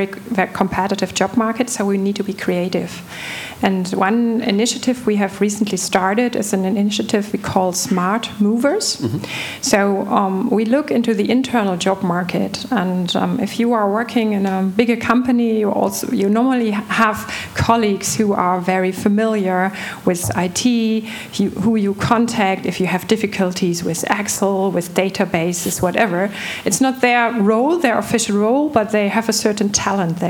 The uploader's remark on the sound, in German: Digital Finance Conference der Bitkom. Live vor Ort zu sein.